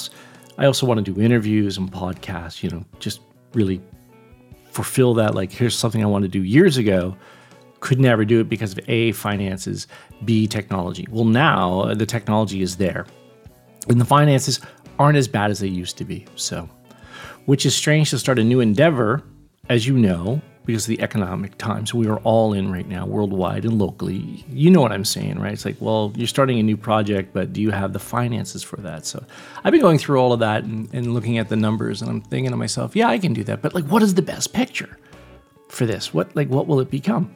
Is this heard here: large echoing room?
no